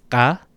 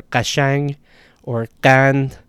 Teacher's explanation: word initially, it's a voiced uvular stop, it's Ka. So common words are qashang or qand.